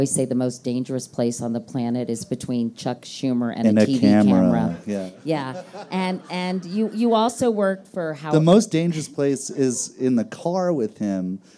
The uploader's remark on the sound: Recorded live at the Aspen Ideas Festival